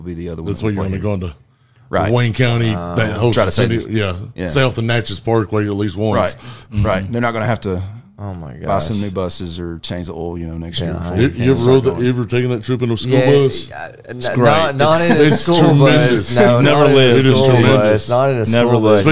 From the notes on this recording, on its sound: We're Live at Barrel House BBQ!